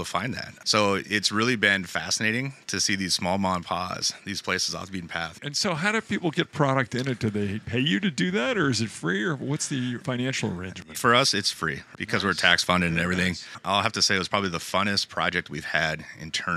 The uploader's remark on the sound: Live From ESTO. In Grand Rapids.